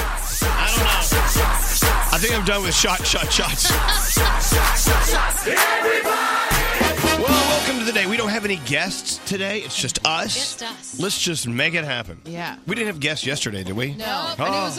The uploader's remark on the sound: reporting live from the World Series